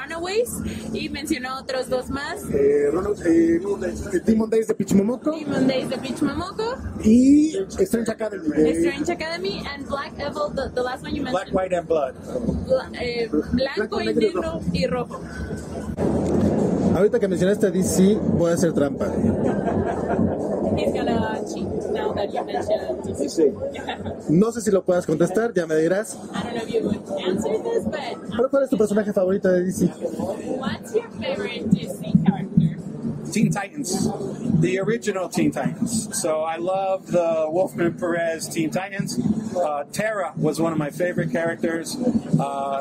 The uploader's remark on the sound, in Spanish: estuvo en el stand de Panini Cómics México